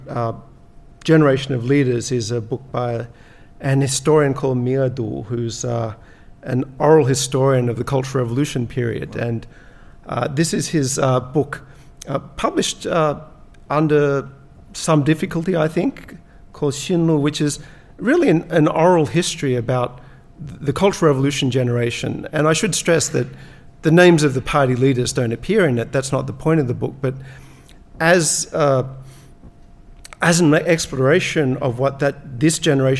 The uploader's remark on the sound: Recorded with a live audience in Beijing.